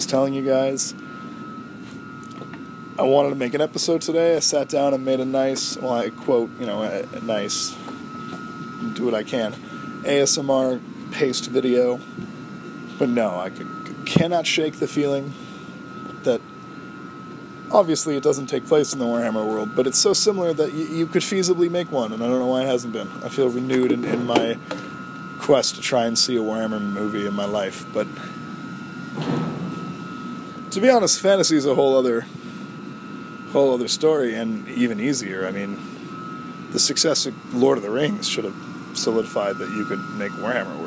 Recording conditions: background noise